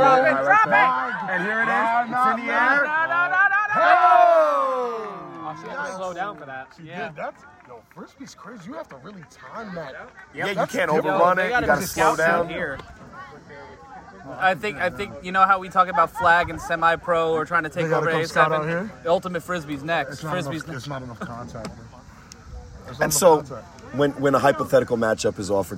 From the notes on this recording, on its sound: Live From Some Field. The boys pod from an Ultimate Frisbee championship somewhere in New Jersey.